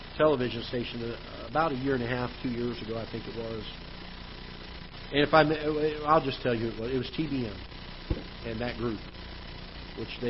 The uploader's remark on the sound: Ketha Heights Baptist Church ~ Live Broadcast